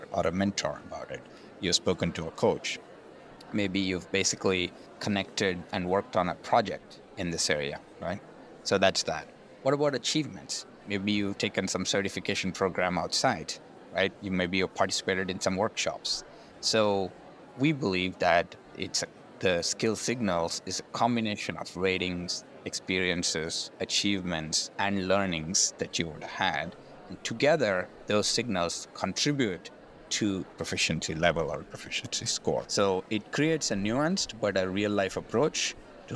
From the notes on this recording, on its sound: We’re bringing you the highlights from the HR Technology Conference straight from the Las Vegas floor.